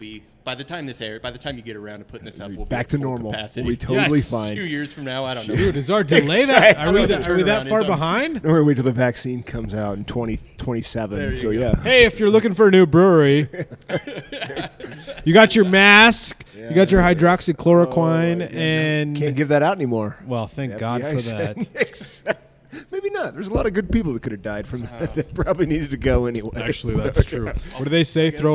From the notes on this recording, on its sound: We got back together at Barquentine Brewing. After three months of Zoom interviews, we got back together at Barquentine Brewing.